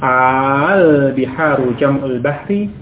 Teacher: Dua hamzah tersebut dijadikan satu dengan mat, dengan bacaan yang panjang. Jadi bukan al biharu, ya. · Term: bacaan panjang